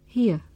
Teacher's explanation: When we say the word here on its own, we don't pronounce the r sound. Instead, we say here, not here.